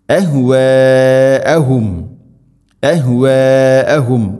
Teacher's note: അഹ്വാഅഹും അഹ്വാഅഹും മദ് മുത്തസിൽ, മദ്ദിൻ്റെ അക്ഷരമായ അലിഫിന് ശേഷം ഹംസ, അതേ പദത്തിലാണുള്ളത്. നാലോ അഞ്ചോ ഹർക്കത്തിൻ്റെ ഖദറിൽ നിർബന്ധമായിട്ടും നീട്ടണം